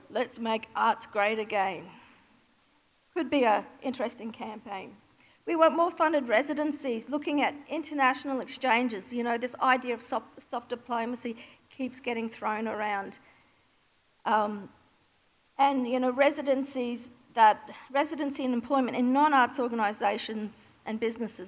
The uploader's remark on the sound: Keynote recorded live at Australian Cultural Policy: The Next Decade, presented by Monash University’s Masters of Cultural & Creative Industries and NAVA at the State Library of Victoria on 8 April 2019.